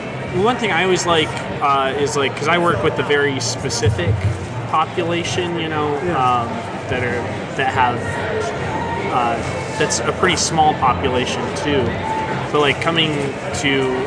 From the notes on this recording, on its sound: Live From #SHAPENashville. Live broadcasts from the exhibit hall at #SHAPENashville.